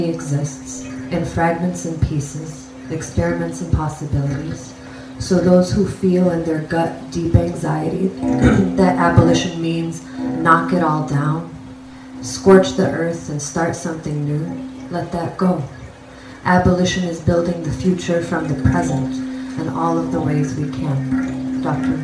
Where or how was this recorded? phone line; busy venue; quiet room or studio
busy venue